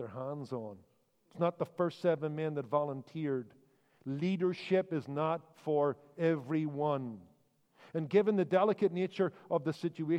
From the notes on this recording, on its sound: Recorded live at the Regular Baptist Ministries Annual Conference “The Mandate.”